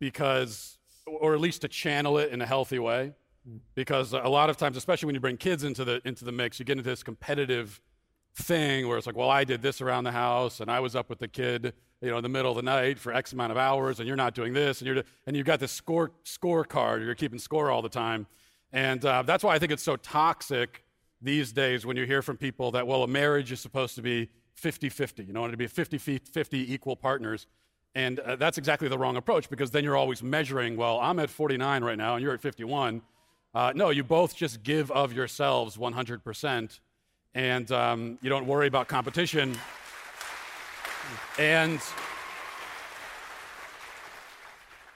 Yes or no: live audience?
yes